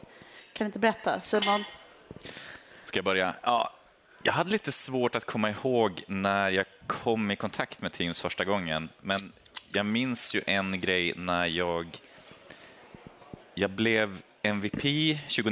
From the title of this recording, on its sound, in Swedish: Live från Teamsdagen